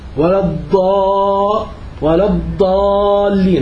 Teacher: هم بيخرجوها دال مفخمة، ولا الضاء ولا الضالين هكذا، فهي دال مفخمة.